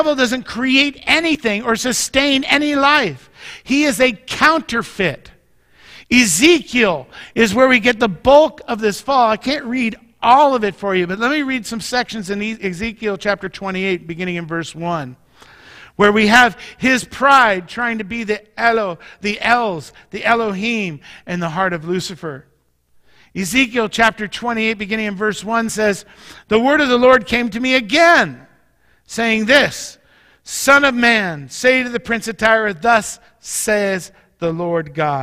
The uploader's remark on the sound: Mt. Zion Church Live!